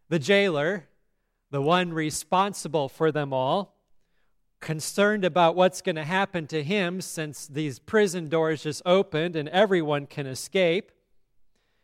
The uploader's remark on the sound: at Grace Lutheran Church, Lexington, MO